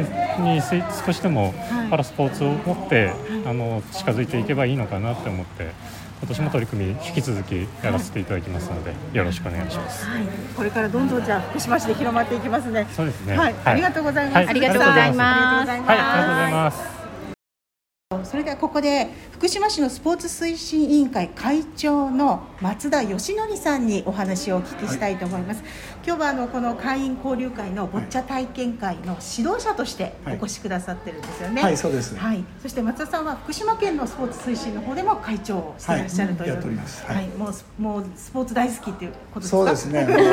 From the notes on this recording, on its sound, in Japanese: 信夫学習センターにて開催された、「会員交流会・ボッチャ体験会」において、収録しまし